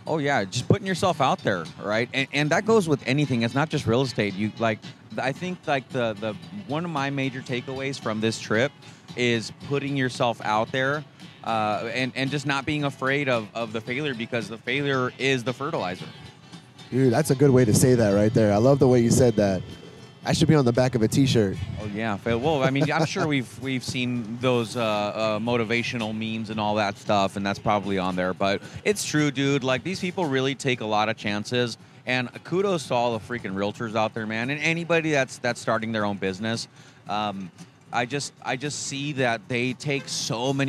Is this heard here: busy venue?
yes